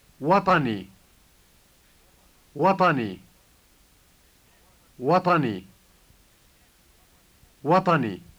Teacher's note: The T sound in the middle is the emphatic T.